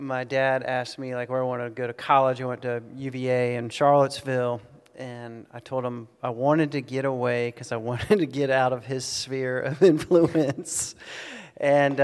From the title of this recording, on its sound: Austin City Limits Live Podcast Tour